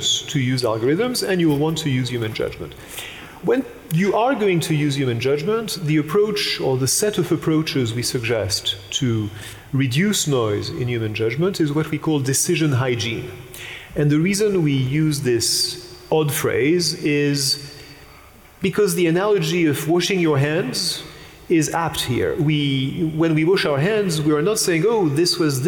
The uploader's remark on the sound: This episode is part two of our live event.